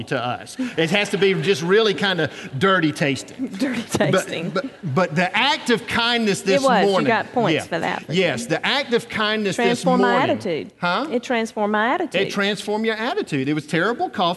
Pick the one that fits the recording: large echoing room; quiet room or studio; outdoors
large echoing room